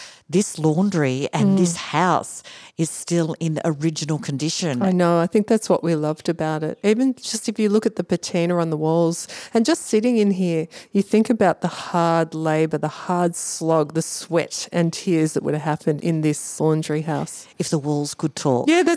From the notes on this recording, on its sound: This episode was recorded in Heatherbrae’s external washhouse, which remains untouched from when it was first built in the 1850's